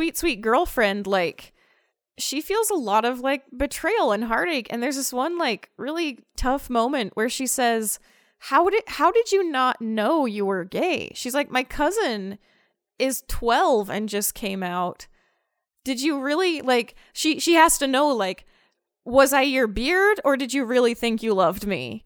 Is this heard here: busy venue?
no